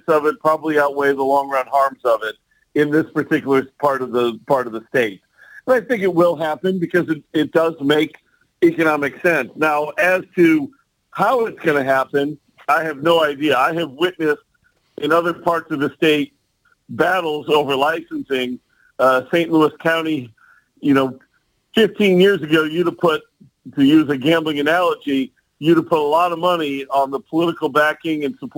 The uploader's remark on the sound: called